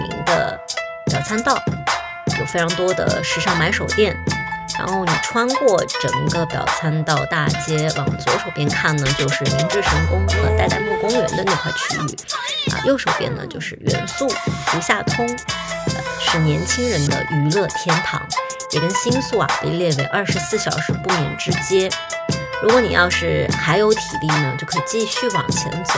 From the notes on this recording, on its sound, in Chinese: SoundWalk 第三站-日本东京24小时不眠之涩谷shibuya。唱片店 Face Records Tokyo。